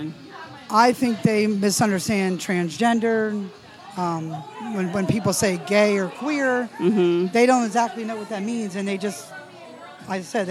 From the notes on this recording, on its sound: We hung out at the Rock Hill Pride Festival and asked members of the LGBTQIA+ community and their allies. A small conservative town.